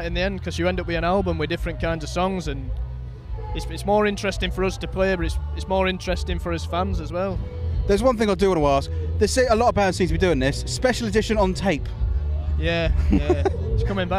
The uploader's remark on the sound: backstage at the years Victorious festival